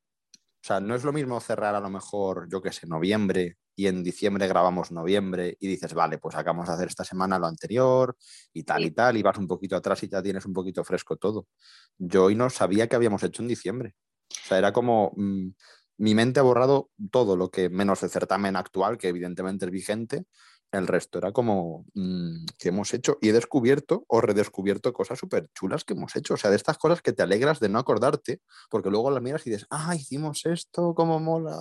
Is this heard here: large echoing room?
no